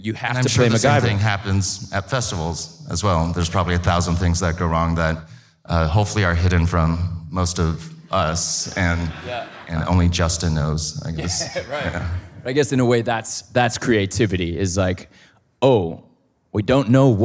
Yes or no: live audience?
yes